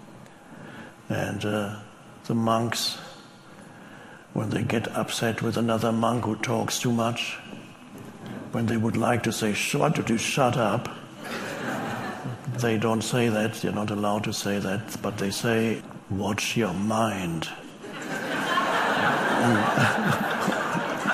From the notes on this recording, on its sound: Talks to a live audience. He says ‘Aloha’ to the crowd.